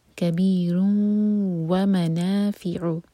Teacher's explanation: یہ ہے ادغام غنہ کے ساتھ، تو واو سے مرج کرنا ہے تنوین کو